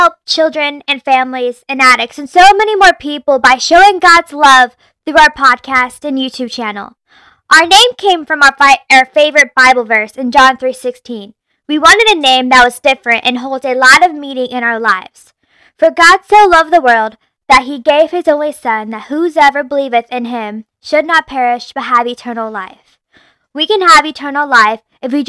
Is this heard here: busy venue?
no